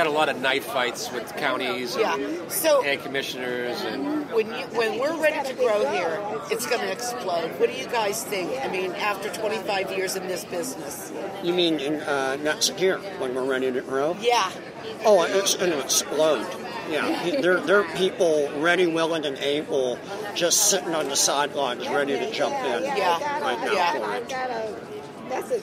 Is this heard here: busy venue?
yes